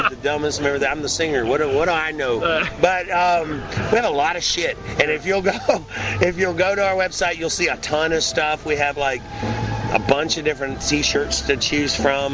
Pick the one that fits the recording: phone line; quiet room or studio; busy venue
busy venue